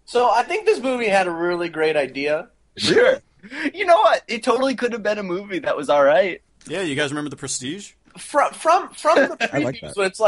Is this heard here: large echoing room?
no